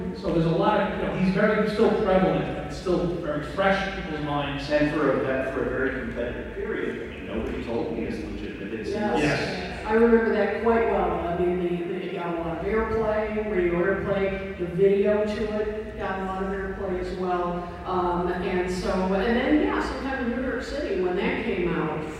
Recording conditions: poor sound quality